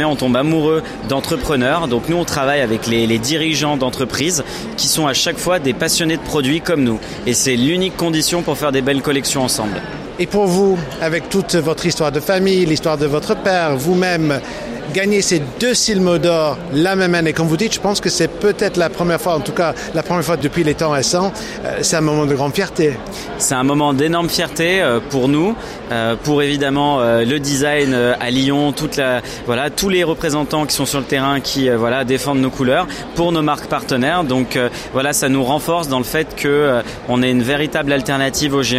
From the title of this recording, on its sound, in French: Épisode 4 "en direct" du Silmo Paris 2023